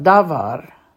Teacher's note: Davar would have the accent on the first syllable.